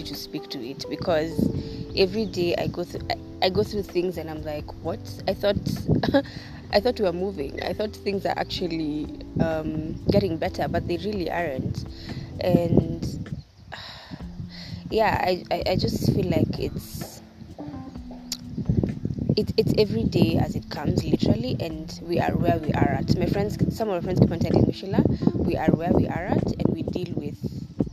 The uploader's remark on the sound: I am sorry for the wind distraction